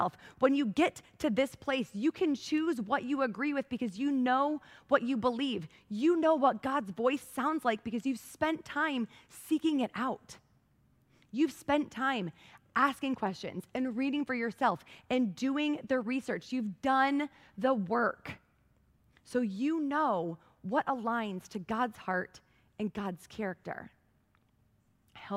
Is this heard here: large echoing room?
yes